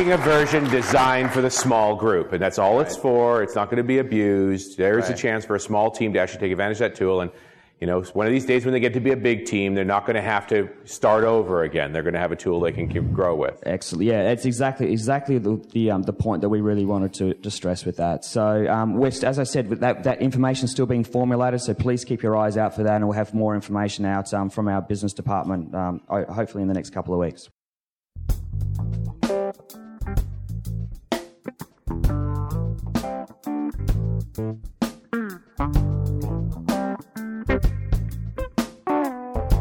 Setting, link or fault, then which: setting, busy venue